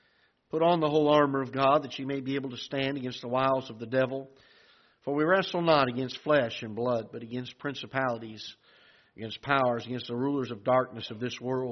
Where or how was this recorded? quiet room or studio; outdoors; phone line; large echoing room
large echoing room